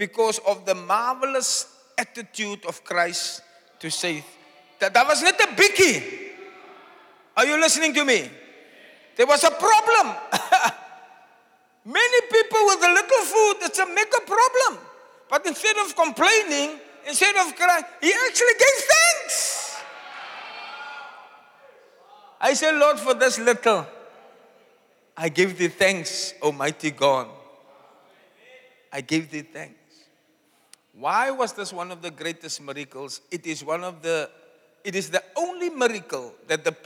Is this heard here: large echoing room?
yes